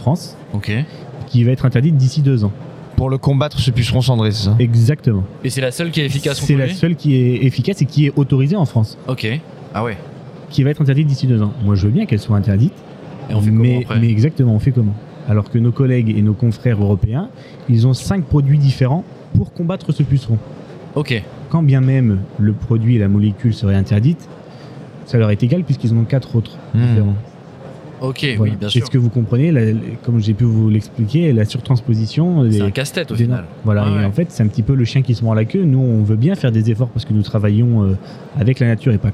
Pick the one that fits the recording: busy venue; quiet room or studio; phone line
busy venue